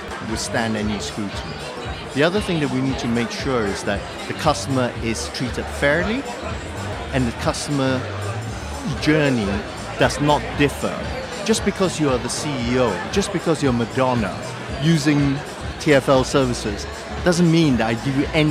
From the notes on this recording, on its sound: Live from Fintech Talents Festival.